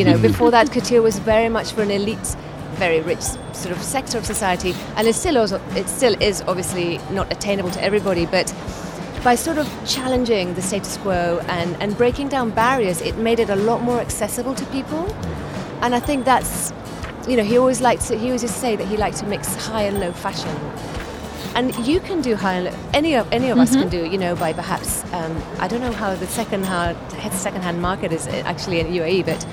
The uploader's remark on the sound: Live From SIBF 2023